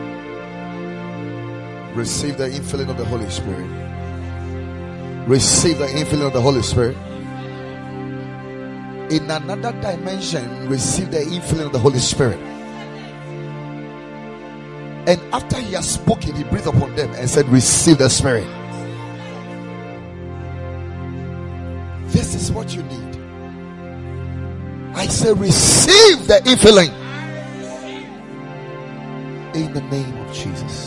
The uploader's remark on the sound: Preached at the Ekklesia Chapel.